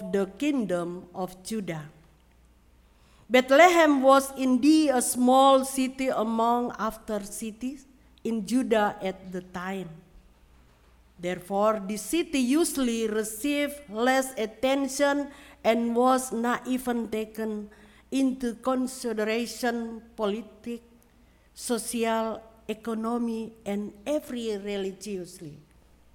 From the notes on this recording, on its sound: Sermon preached at RCHP on December 25, 2022.